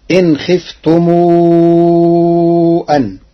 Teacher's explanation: قرأ ورش كلمتي إن خفتم أن بصلة ميم الجمع بضمها ثم يمدها مدا مشبعا فتصير هكذا إن خفتم أن.